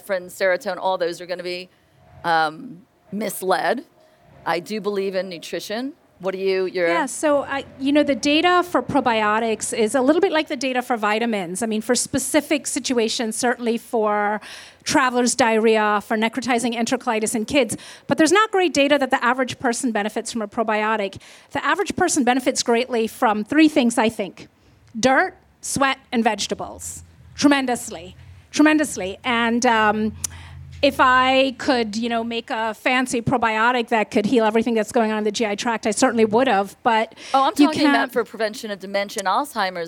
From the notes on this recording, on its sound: on stage at In goop Health Los Angeles